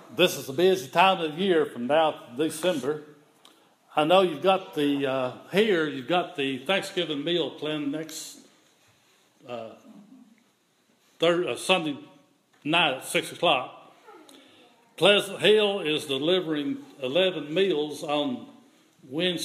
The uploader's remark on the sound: This is an audio recording of the Sunday morning worship service at Persia United Methodist Church in Rogersville, TN on Sunday, November 15, 2015.